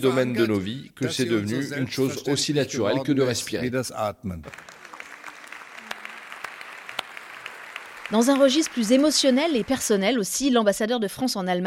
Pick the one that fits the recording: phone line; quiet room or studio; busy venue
busy venue